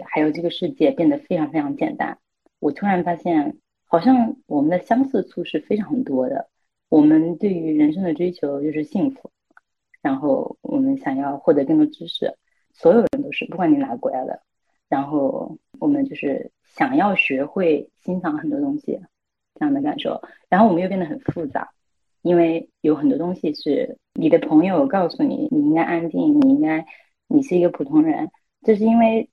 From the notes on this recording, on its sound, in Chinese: 因为需要远程录制，我们使用的是腾讯会议的录制功能。最后出来的录音效果不是很好，只能说我尽力了，实在抱歉。